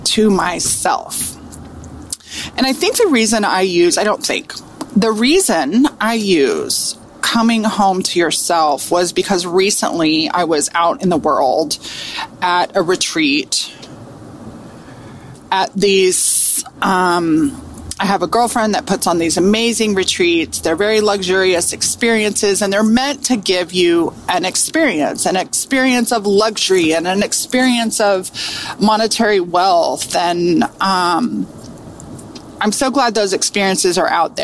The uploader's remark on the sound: Riding in the car.